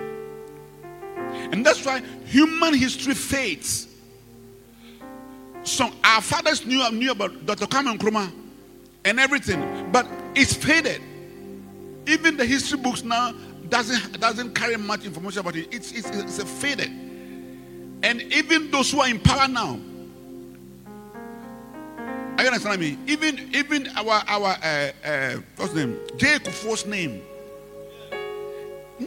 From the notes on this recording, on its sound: Preached at the Rose of Sheron Cathedral, Catch Anointing Centre Denomination, LA- Accra